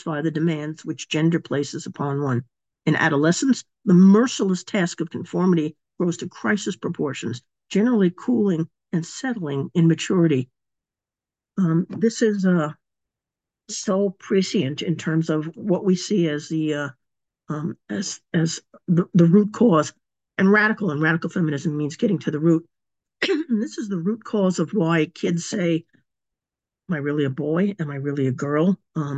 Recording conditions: video call